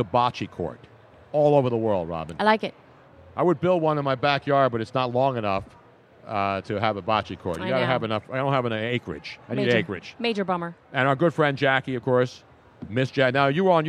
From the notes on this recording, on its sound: LIVE from #SB50 Radio Row. Fun and crazy day on radio row as the media hordes grow each day closer to the big game.